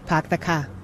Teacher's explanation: You don't say R for anything. You run your words all together. The group consensus of the people in line is that Hollywood actors just overdo it. · Term: wicked Boston accent